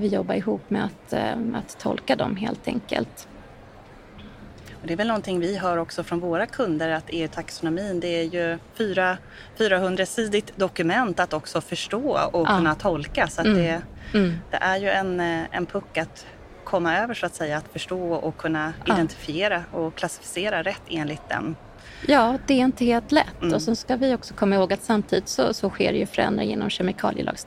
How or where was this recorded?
busy venue